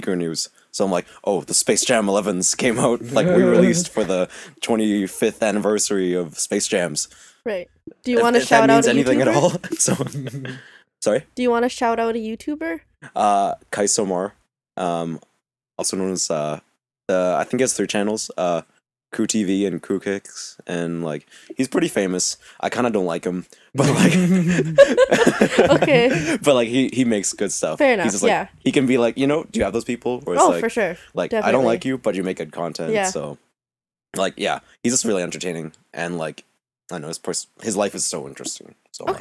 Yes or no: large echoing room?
no